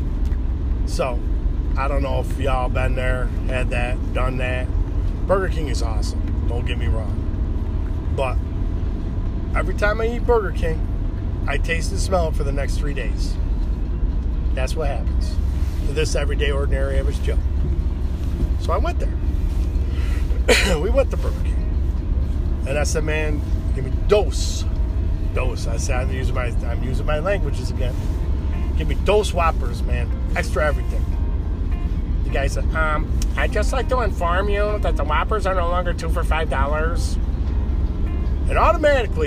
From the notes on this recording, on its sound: Doing show while driving. My wife called and stopped the show.